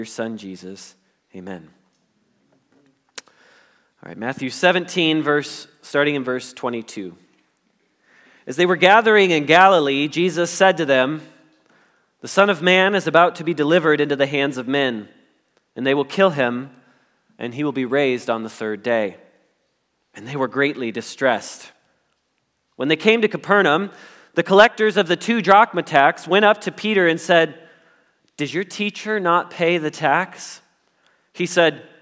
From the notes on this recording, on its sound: Message Preached at Valley Creek Church